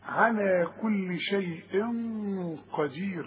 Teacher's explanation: أن الله على كل شيء قدير، التنوين ده اللي بعد القاف، والقاف من حروف الإخفاء، يبقى حغن، بس خد بالك الغن هنا سمينة شوية، ليه؟ عشان القاف تخينة